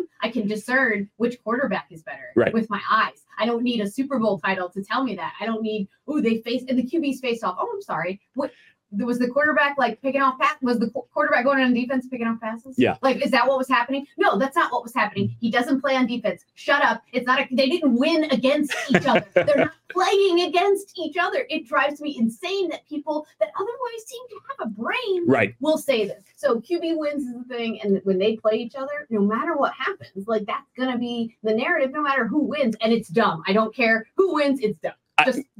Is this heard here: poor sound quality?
yes